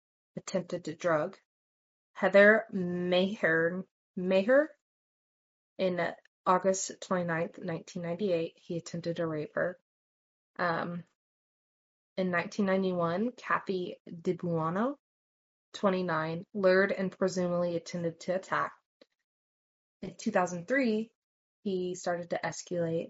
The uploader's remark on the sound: We are having problems getting our microphones to cooperate and sound better.